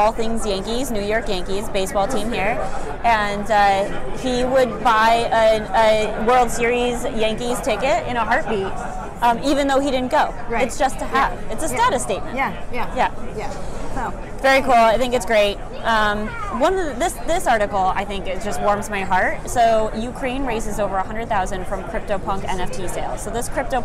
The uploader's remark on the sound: In this episode, we are bringing you the news LIVE from NFTNYC 2022!